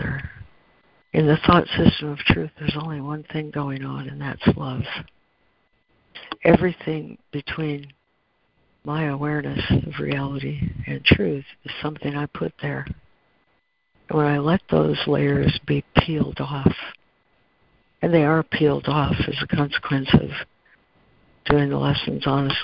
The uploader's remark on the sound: ACIM Daily Conference Call